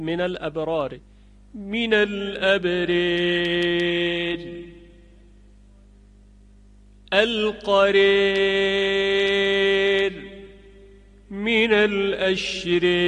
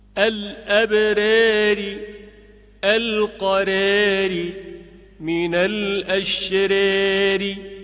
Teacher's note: پس این هم اماله حرف الفی که میان دو را قرار گرفته باشه و را آخری مکسور باشد